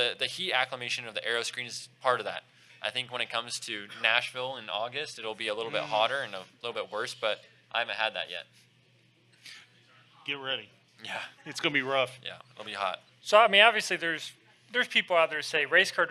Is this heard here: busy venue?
yes